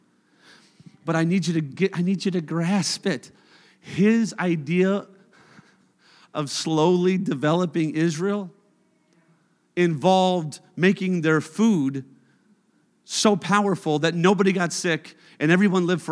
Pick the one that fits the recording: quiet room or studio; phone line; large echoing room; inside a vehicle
large echoing room